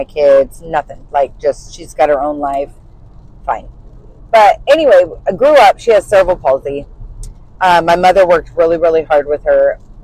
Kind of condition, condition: setting, inside a vehicle